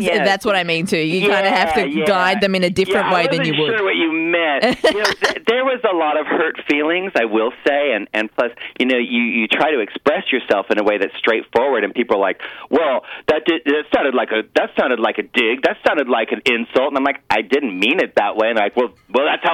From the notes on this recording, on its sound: jumps on the phone